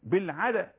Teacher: الدال مقلقلة أصعب درجات القلقلة لما يكون الدال ساكنة وبعدها يكون ساكن